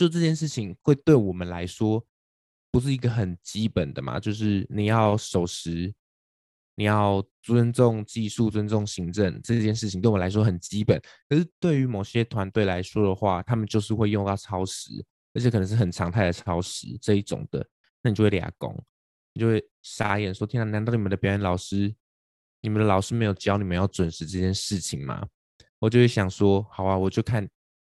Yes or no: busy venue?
no